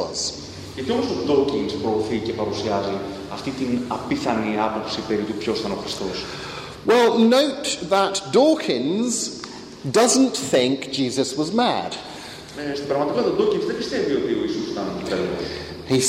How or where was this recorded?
large echoing room